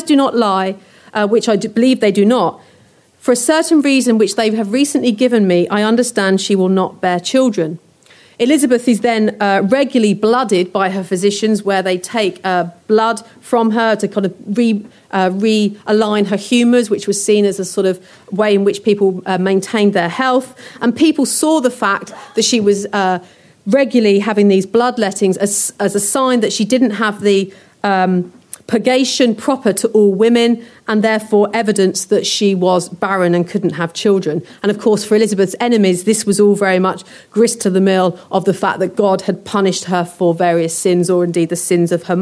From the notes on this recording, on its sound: A lecture recorded on our recent Tudors Day.